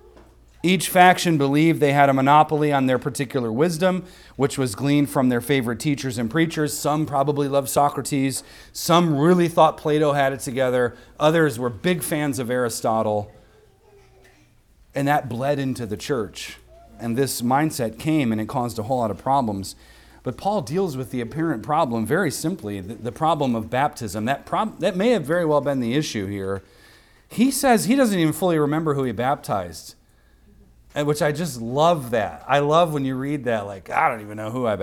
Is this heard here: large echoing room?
yes